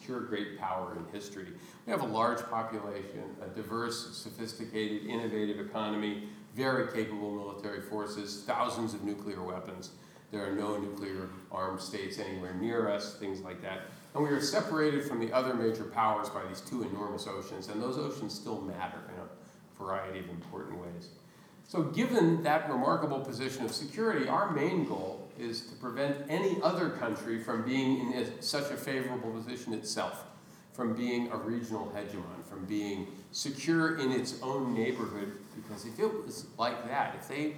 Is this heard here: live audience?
yes